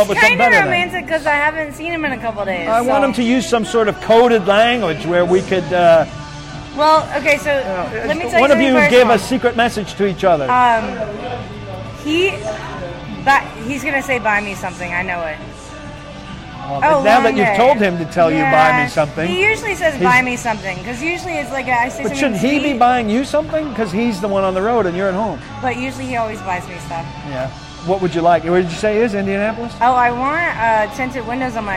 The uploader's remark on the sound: answers questions live from Old School in Franklin